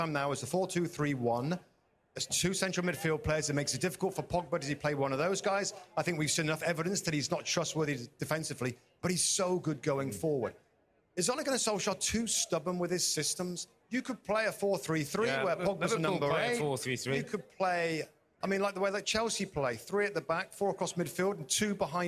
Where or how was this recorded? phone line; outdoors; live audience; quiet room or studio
live audience